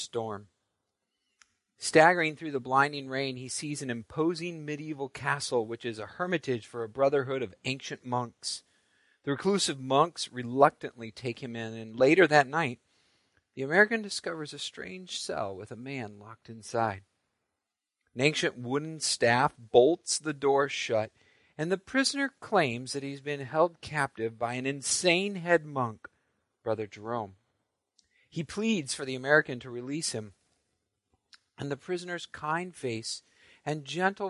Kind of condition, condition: setting, large echoing room